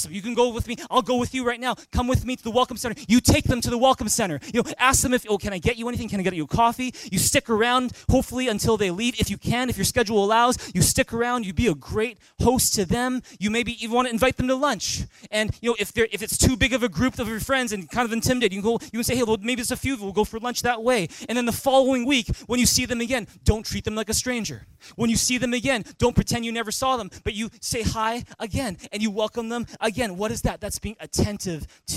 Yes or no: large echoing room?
yes